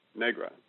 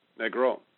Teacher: in Puerto Rico, they would say it differently, with a bit of a roll of the R · Shown in: second take · that I'm embarrassingly not too good at doing.